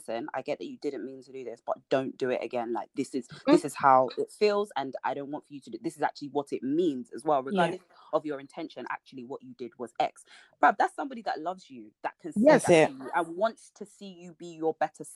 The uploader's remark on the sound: apologise in advance for the sound due to connection issues